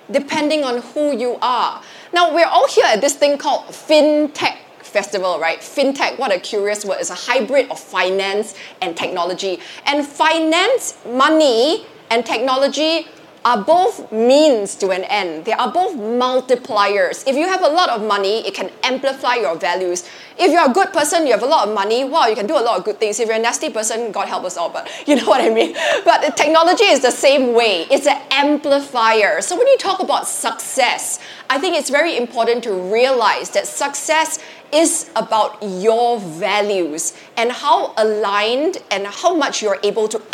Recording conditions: busy venue